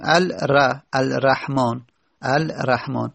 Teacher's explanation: یعنی لام، چون که الان لام به را تبدیل شده دیگه، الر نمیگیم دیگه، الر اگه بگیم ادغامی صورت نگرفته، لام سر جاش را تشدید نداره. اگر بگیم الر الرحمن الرحمن، اما لام تبدیل کردیم به را و را رو در را ادغام کردیم، پس شد الرحمن.